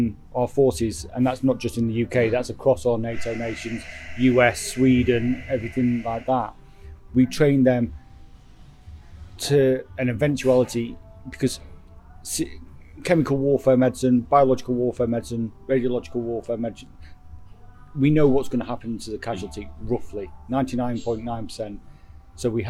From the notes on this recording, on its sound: The conversation took place in a Knoxville coffee shop, so there is some coffee-related background noise.